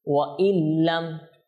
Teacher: এখানেও কোনো গুন্না হবে না কিন্তু ঈদগাম হবে ওয়া ইল্লাম দেখেছেন আমরা ওয়া ইন বলতেছি না ওয়া ইল বলতেছি কারণ কি ঈদগাম হয়ে গিয়েছে অর্থাৎ নুনসাকিনকে না এটা ডাইরেক্টলি কাকে ধরবে লামকে ধরবে মিলিয়ে যাবে